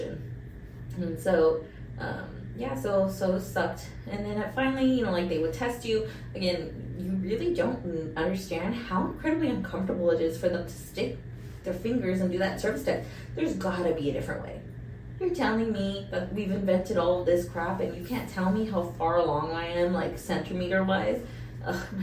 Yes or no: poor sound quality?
yes